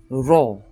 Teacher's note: Do you notice how we're rolling our R?